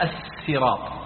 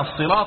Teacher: وأصله السين يعني أصلا الصراط هي السراط، ثم قلبت صادا لحرف الإطباق بعدها وهو الطاء يعني. وفيه ثلاث لغات بالصاد وبالسين وبين الصاد والزاي، وكلها يعني قراءات كما تعلمون.